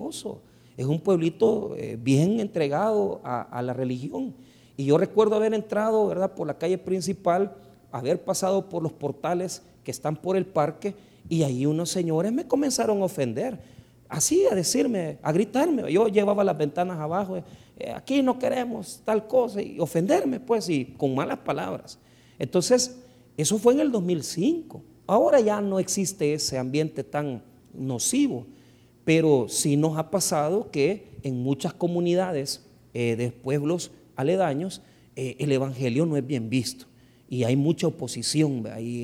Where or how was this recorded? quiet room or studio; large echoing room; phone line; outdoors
large echoing room